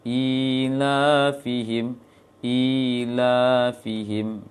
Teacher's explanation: Maka i-nya panjang. Ila fihim, sama panjangnya dengan la-nya.